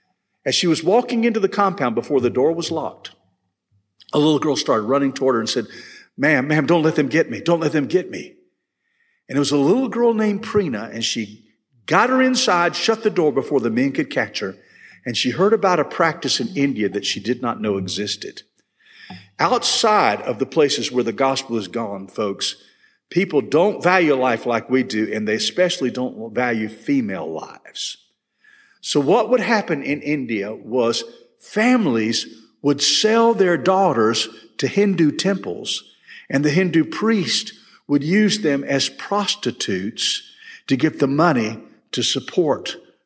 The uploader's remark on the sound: This session was recorded at First Baptist Church Hendersonville, NC on June 8, 2022.